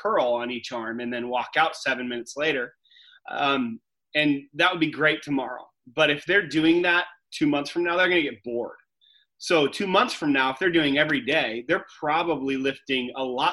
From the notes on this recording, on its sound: A few of our leaders sat down (in their own homes of course) over a ZOOM call